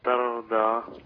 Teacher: التاء عندي برقاقه، اقول ايه؟ تاء. خلاص. الراء مفخمه تر، الضاد مفخمه ترضى.